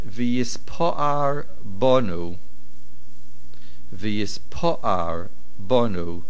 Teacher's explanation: the stress is on the pei. You will see the small vertical line after the pei. · Term: nosoig achor